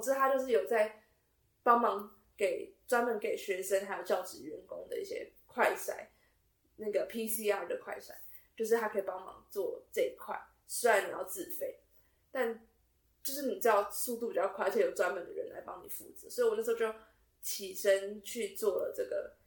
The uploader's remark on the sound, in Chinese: 音質因無使用麥克風而略有瑕疵。